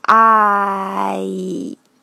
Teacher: 这里是一个双元音。发这个双元音的时候，第一个元音是啊，第二个元音是一。